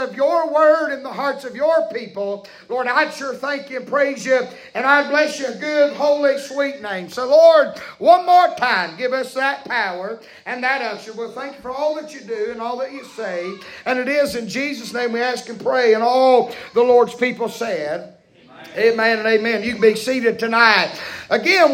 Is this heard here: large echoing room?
yes